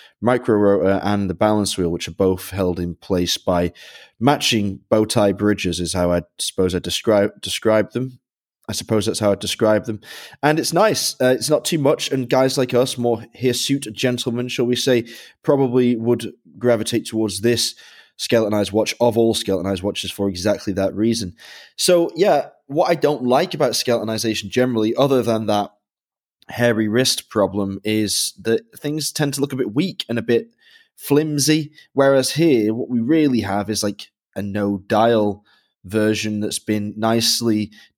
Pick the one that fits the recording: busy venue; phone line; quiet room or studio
quiet room or studio